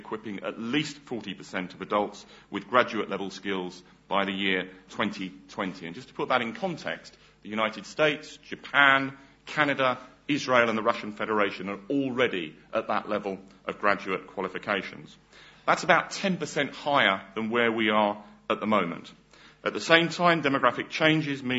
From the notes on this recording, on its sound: OUSAâ€™s 2008 Annual Conference was held in the old lecture theatre, Walton Hall.